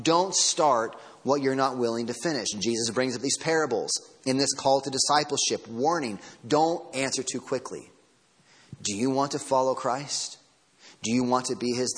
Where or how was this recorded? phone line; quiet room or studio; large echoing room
large echoing room